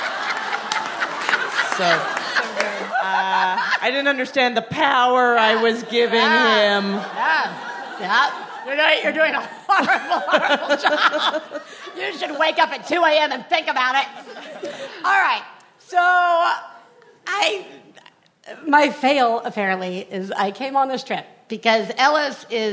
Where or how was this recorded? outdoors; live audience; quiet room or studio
live audience